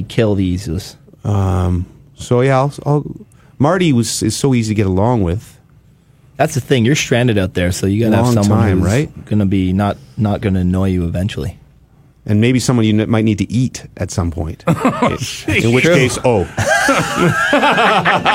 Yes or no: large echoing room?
no